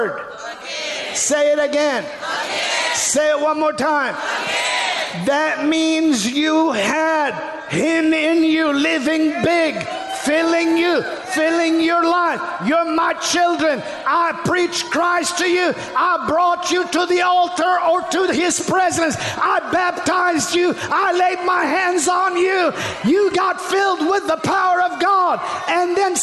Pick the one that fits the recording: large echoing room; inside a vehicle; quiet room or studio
large echoing room